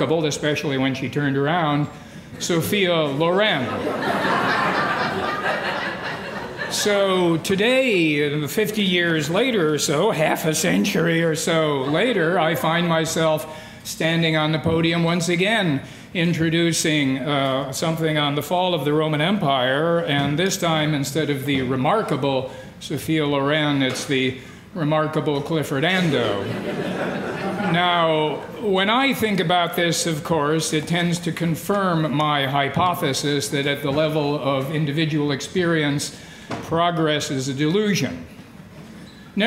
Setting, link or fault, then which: setting, large echoing room